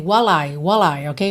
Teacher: While I juntou aqui pelo L.